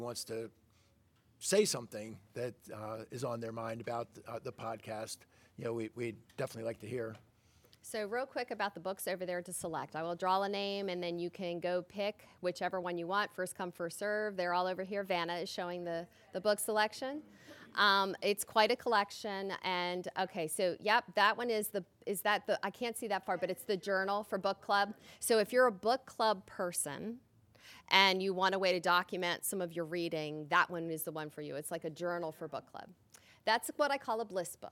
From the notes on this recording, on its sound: Recorded at Exploration Commons. With a live audience.